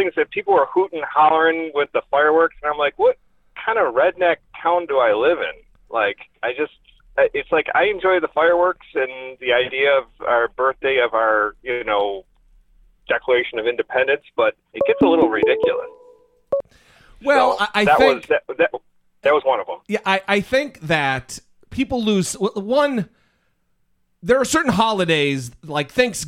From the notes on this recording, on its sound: Call-in Episode. Take calls from listeners on Independence Day.